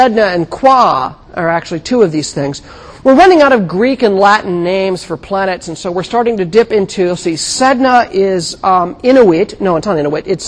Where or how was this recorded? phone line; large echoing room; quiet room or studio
large echoing room